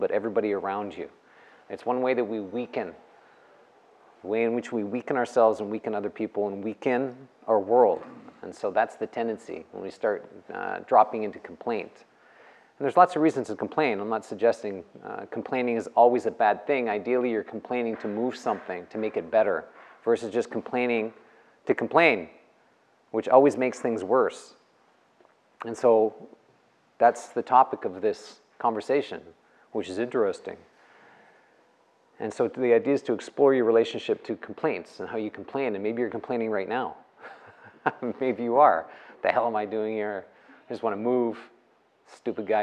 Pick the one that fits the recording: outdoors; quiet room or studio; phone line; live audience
live audience